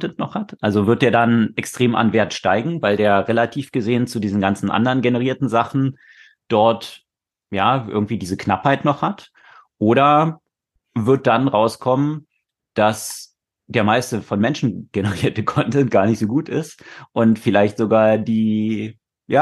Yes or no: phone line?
no